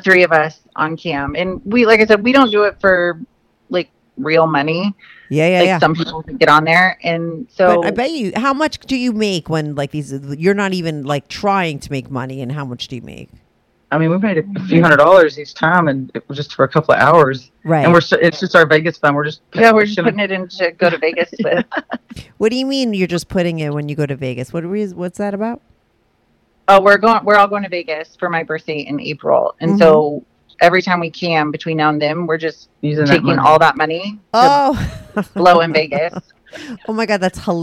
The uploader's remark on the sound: they call in to talk all about it